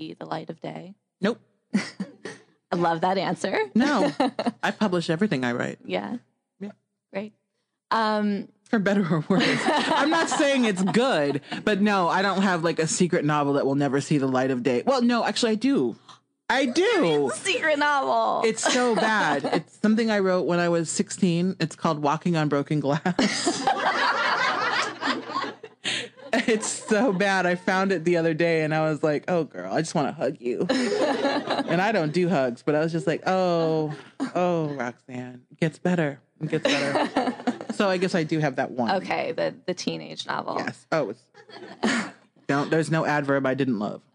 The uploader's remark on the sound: Recorded live at Prairie Lights Bookstore in Iowa City.